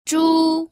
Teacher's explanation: Este es el primer tono o el tono alto.